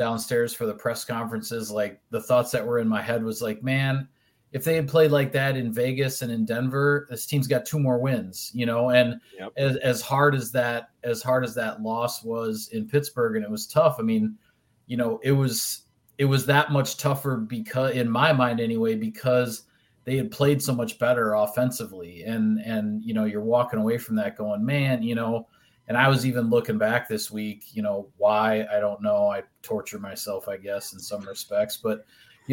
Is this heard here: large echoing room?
no